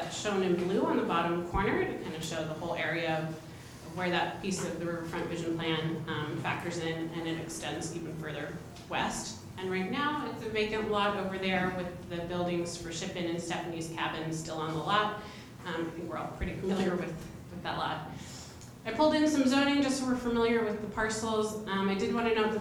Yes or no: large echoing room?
yes